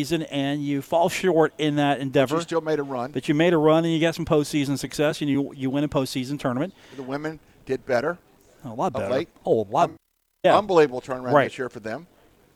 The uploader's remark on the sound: Live from the Union Pub and Grill